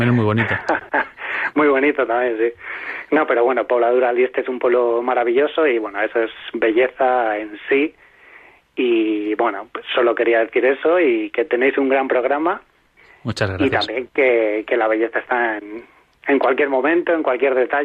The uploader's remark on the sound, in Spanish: Programa en riguroso directo con llamadas de oyentes, mensajes de audios, testimonios, arte y cuentos.